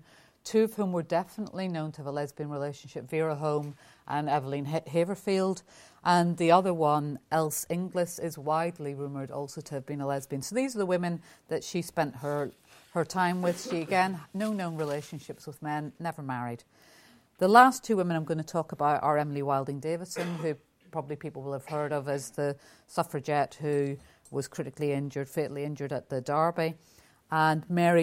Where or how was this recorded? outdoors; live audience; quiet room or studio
live audience